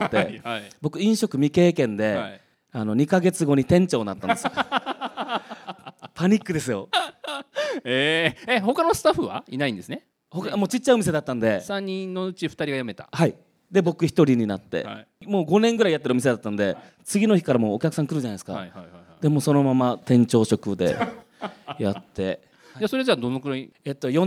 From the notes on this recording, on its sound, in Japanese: 公開収録として行われた爆笑トークの模様をお送りします。